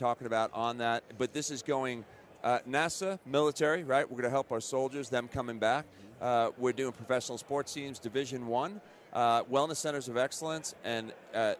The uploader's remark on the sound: LIVE from Radio Row in Las Vegas!